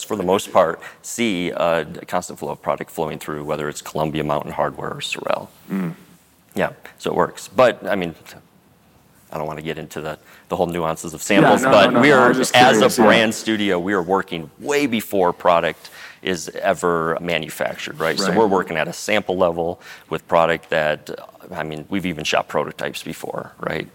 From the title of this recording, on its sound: Live at the Salt Lake City Studio Mixer